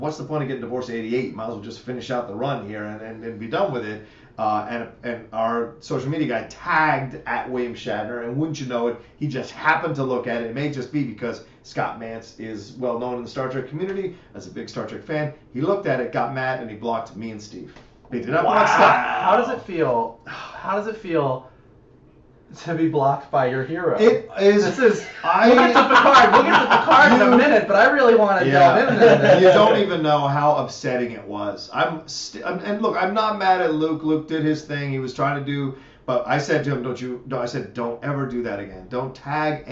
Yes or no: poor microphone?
yes